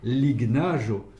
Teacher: Je prononce le G, puis le N, sans les lier